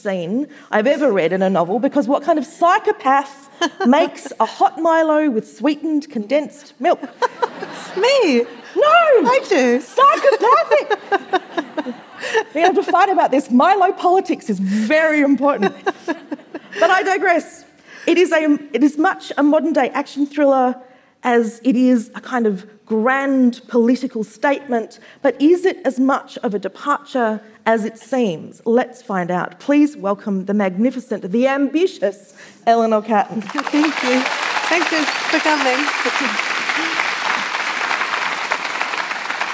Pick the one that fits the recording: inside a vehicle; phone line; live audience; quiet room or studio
live audience